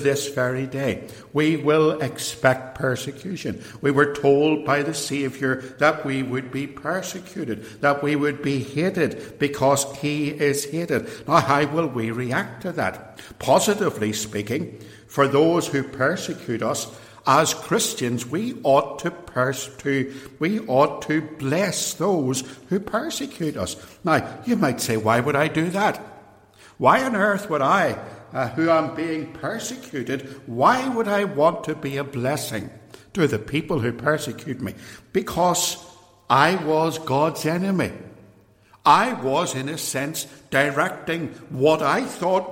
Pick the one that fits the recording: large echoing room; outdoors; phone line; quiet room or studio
large echoing room